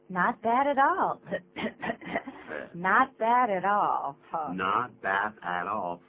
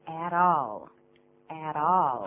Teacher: at all 是连在一起念啊，不要说 atall。而且那个 all 的时候呢，那个舌尖是往上提的，因为受的 l 那个字的影响。 · Term: 连音